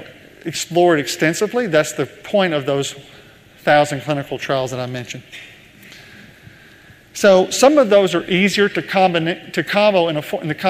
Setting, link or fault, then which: setting, live audience